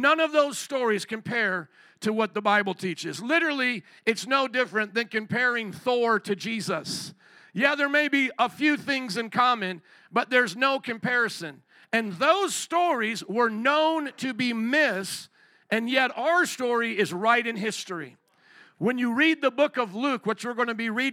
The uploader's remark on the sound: 2023 Christmas Eve Service